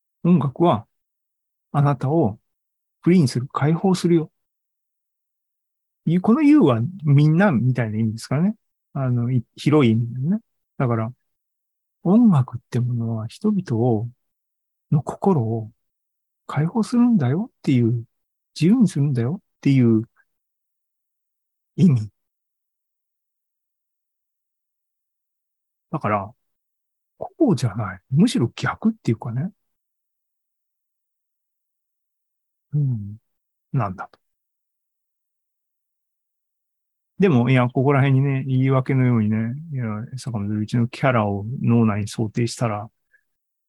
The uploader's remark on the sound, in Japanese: ２０２３年５月３１日に開催した ZOOMライブの模様です